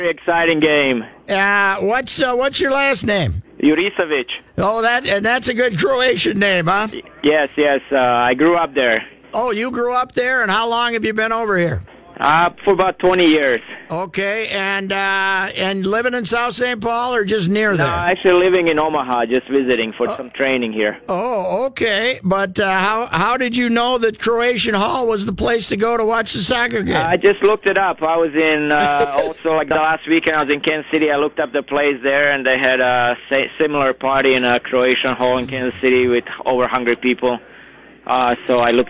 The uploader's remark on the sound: The guys call in to the Croatian Hall in South St.